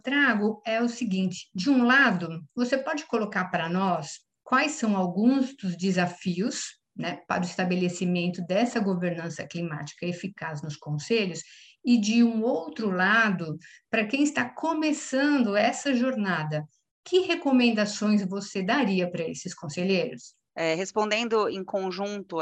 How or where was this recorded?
video call